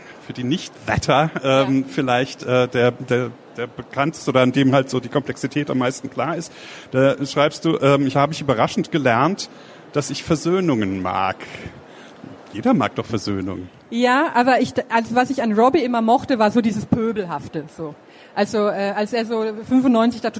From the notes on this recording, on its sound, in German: Der Talk wurde im Rahmen der Veranstaltungsreihe "SPIEGEL Live" im Oktober 2019 auf der Frankfurter Buchmesse aufgezeichnet.